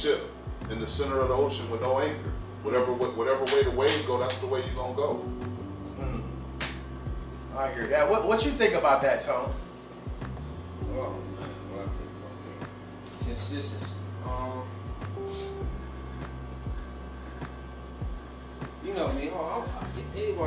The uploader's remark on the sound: Live from cullers barbershop